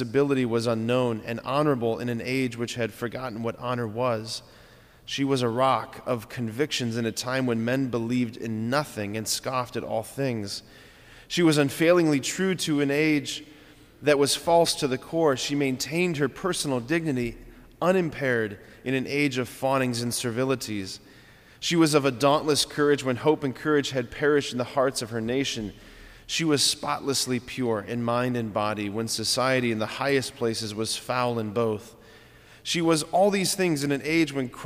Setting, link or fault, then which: setting, large echoing room